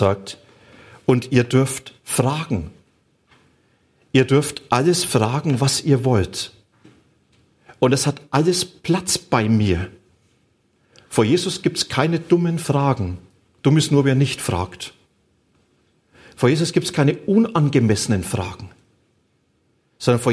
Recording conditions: large echoing room